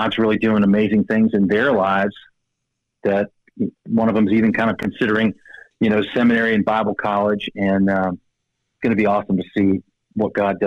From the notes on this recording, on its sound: Joining me by phone